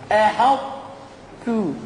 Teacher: بترفع قبل ما تقول التاء بترفع اخر اللسان فوق عشان تجيب الاطباق